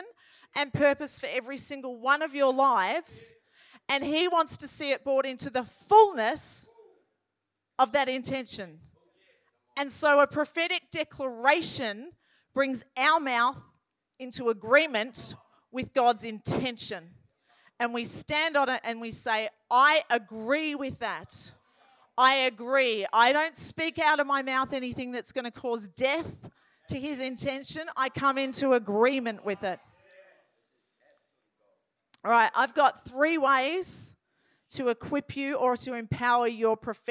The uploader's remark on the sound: This message was recorded at Riveredge Church, Mildura in February 2023